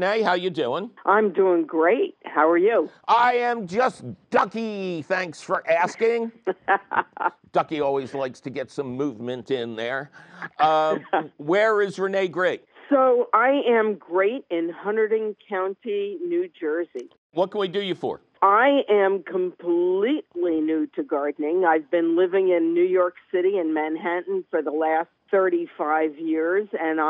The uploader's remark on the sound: your fabulous phone calls!